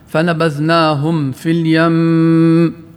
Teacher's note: فالميم المشددة في كلمة اليم تغن أيضا وصلا ووقفا، لما؟ لأنها مشددة.